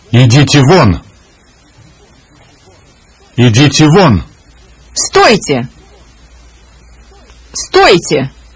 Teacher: Russians raise their voice, as they do with interrogative sentences containing a question word. · Term: intonation pattern for commands